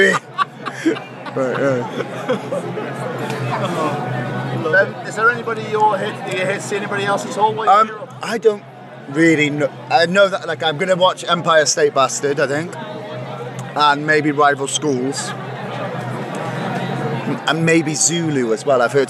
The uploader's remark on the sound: From our 'Live from 2000 Trees 2023' series.